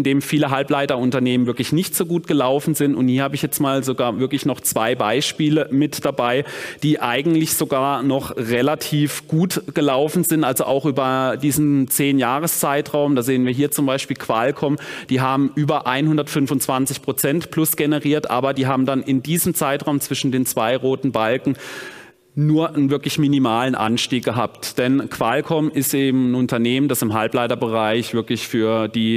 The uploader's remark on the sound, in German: Vortrag auf der Invest.